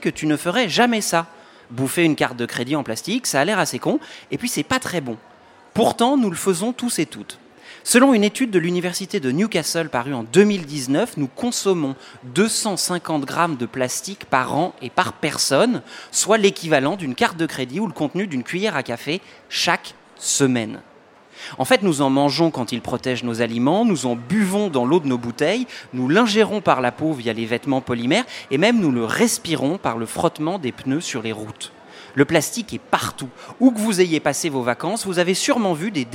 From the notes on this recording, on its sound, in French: Et comme cette émission se déroule en direct de Marseille au Festival So good.